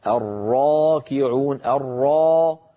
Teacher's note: والروم كالوصل، نترك هذه لحين وقتها، وتتبع الألف ما قبلها، يعني لما ننطق ألف في القرآن الألف هذه من حيث التفخيم والترقيق تتبع ما قبلها، جاء قبلها مفخم قالوا تخرج الألف مفخمة